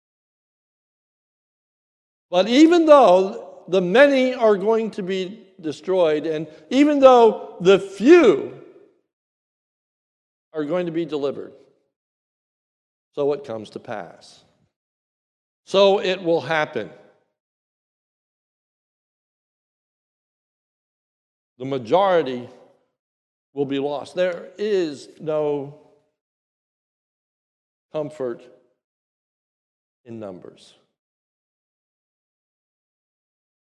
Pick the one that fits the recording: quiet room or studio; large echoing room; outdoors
large echoing room